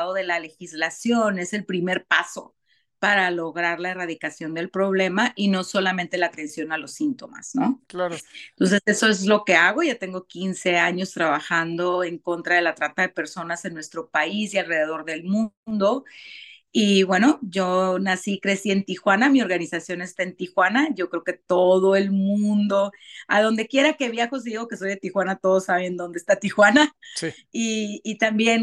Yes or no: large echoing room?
no